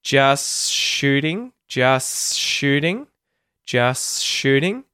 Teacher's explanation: you can kind of do the S sound and go into the SH sound and just not say the T. Just shooting.